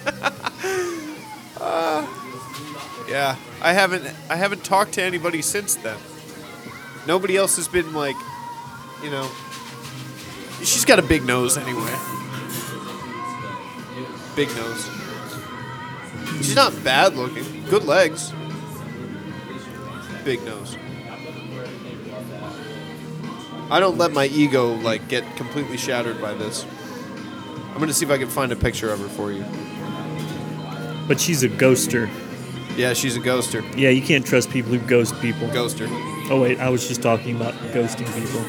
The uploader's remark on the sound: Live at Starbucks.